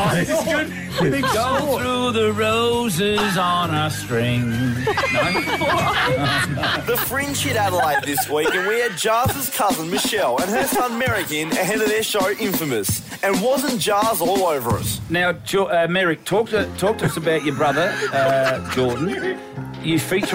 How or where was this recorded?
busy venue